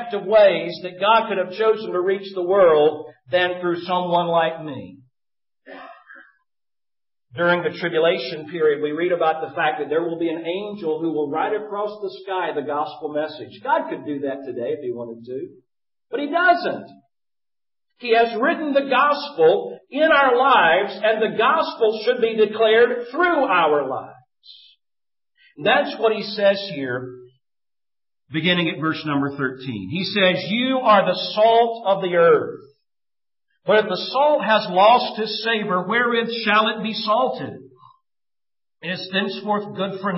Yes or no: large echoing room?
yes